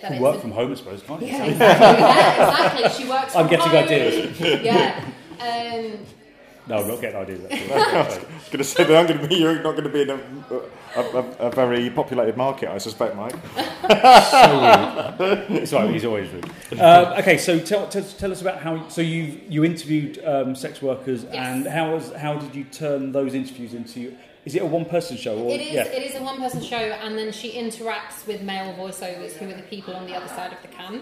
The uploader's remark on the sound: WFTS Podcast from The Greater Manchester Fringe Festival. We're at the Greater Manchester Fringe Festival launch during this episode.